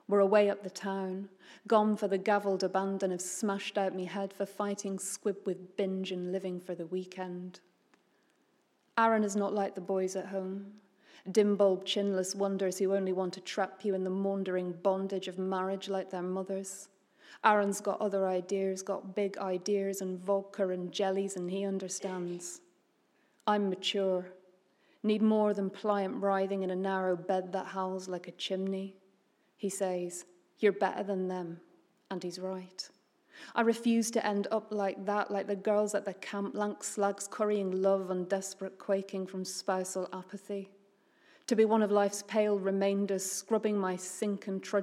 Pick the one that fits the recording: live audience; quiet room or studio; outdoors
live audience